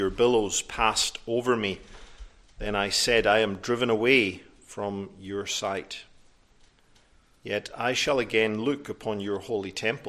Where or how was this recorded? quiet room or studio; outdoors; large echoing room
large echoing room